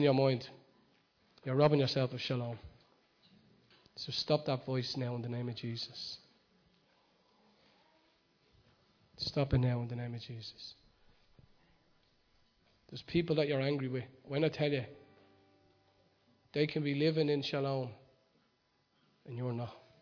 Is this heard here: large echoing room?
yes